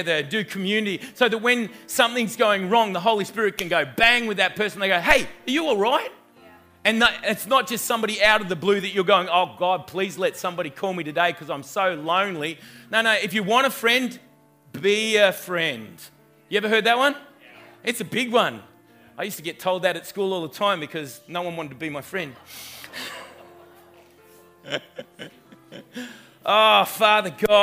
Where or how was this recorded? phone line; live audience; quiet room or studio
live audience